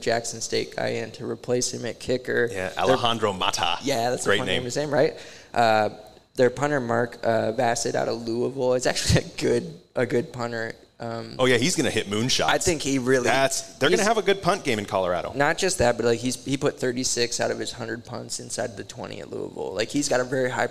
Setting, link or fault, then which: setting, busy venue